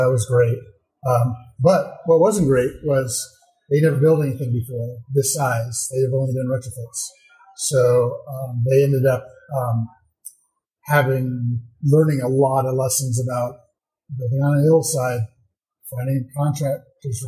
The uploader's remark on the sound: In this special bonus episode recorded at the Passive House Network Conference.